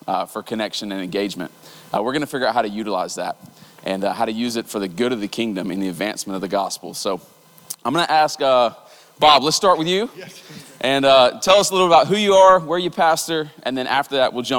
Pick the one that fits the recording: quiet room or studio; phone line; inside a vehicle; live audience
live audience